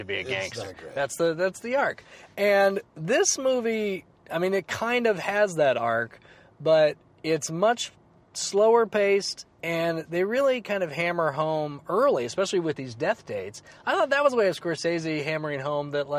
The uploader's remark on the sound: Back in the car to talk about it. Take a drive with us.